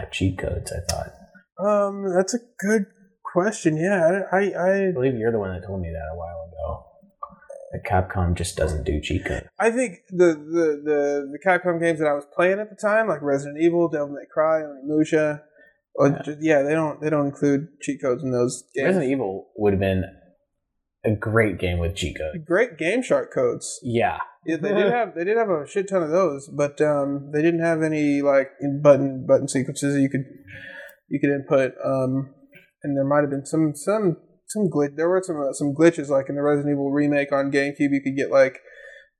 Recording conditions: poor sound quality